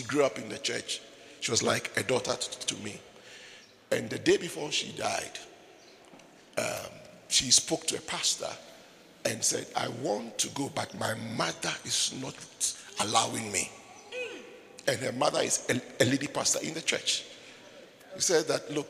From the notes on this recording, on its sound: Preached at the International Sunday Service, Windhoek Namibia.